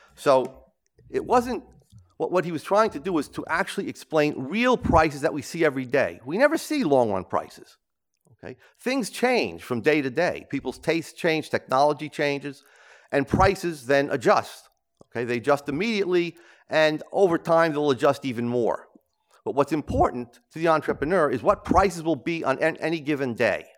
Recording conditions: large echoing room